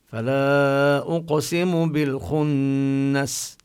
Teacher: مد منفصل جائز. وأقسم يتنبه القارئ لقلقلة القاف بالخنس، هنا اللام كذلك لام قمرية، وننتبه للغنة بالنون المشددة.